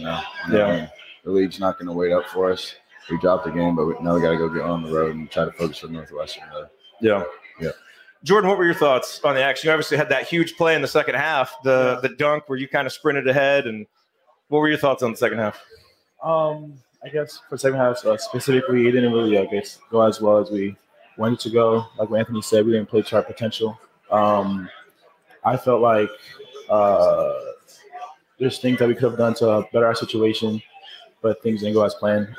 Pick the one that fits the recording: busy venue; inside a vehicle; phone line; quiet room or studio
busy venue